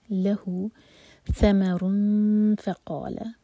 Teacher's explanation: یہ ہے ث، تو سین نہیں پڑھنا اس کو، ث زبان اوپر والے دانت کو ٹچ کرے گی